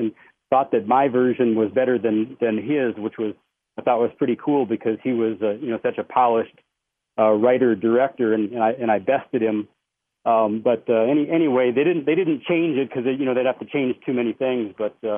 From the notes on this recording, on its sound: Take listener phone calls.